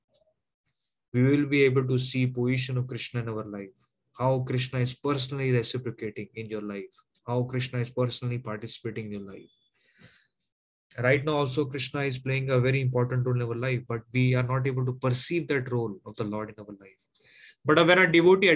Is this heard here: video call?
yes